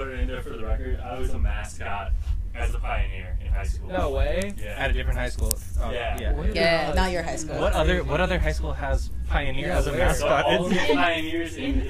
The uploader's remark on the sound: Recorded from the air stream van tucked away behind the Globe Hall